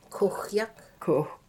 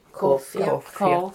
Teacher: So the two U's are pronounced U's in the south, but here we pronounce them O's. · Shown in: second take